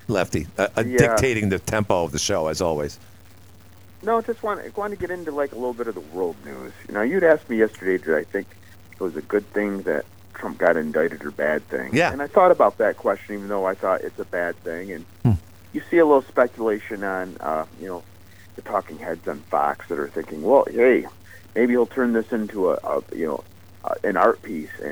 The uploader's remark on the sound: Oh, another council candidate called